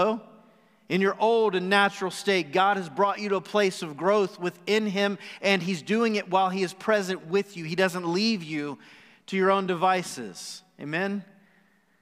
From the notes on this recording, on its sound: Recorded live on December 13, 2020 at The Fellowship at Two Rivers.